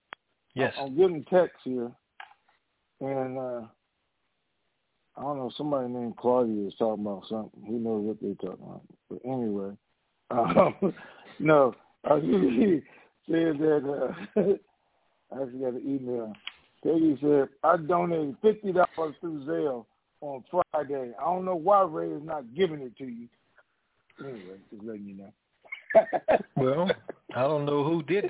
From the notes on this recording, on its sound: TNTSuperfantastic Conference Call